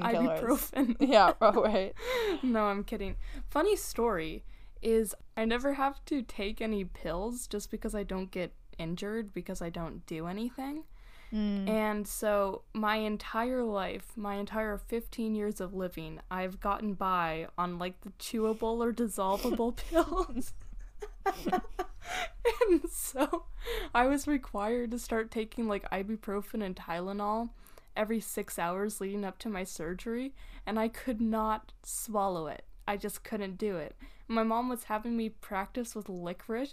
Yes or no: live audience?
no